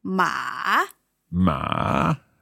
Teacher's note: the third tone is going down and up.